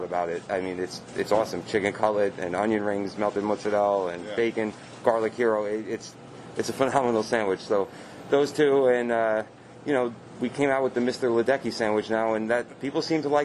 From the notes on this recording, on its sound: takes the podcast on the road to the Blue Line Deli in Huntington